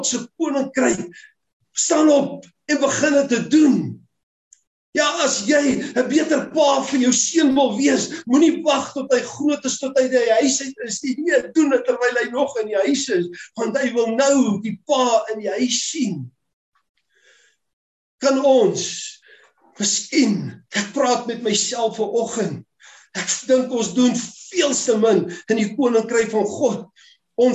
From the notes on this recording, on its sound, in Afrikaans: Manne van die Woord Zoom Byeenkoms